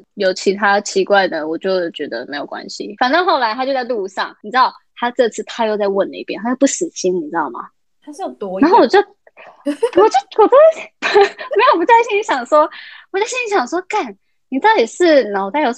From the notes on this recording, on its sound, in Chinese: 因為她在美國 所以一樣是用遠距離的錄音。錄音品質沒有到很好 而且網路問題也有稍微小卡。